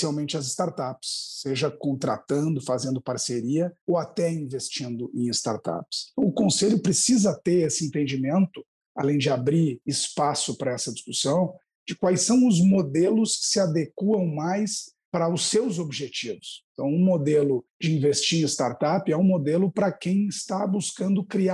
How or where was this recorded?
video call